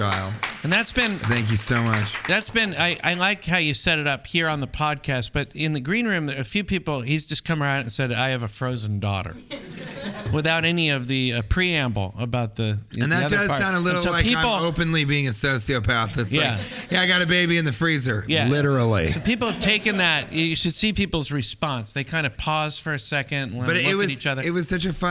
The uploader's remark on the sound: Recorded live at West Nyack Levity Live Comedy Club.